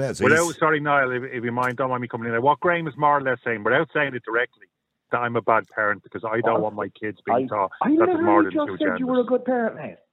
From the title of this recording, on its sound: Callers Only